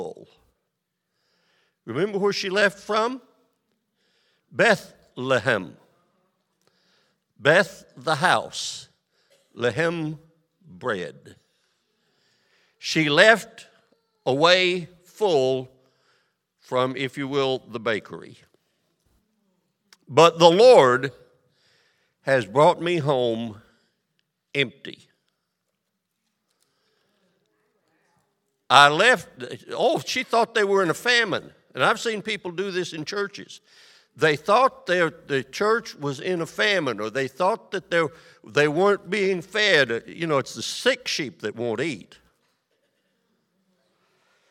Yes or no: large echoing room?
yes